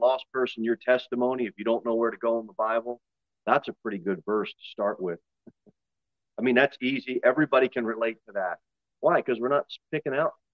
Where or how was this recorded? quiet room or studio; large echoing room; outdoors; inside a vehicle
large echoing room